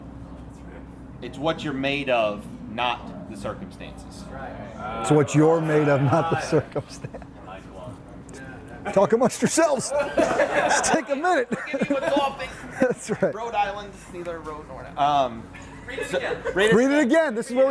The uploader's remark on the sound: Live from the F3 10-year celebration in Wilmington